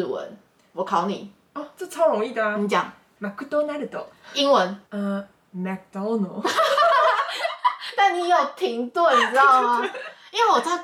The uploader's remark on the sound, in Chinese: 錄音中被污泥貓一掌按到消音，只能使用相機檔，音質不佳請見諒!